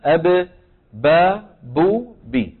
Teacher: الباء أيضا تخرج من فين؟ من الشفتين، شايف؟ بانطباق الشفتين على بعضهما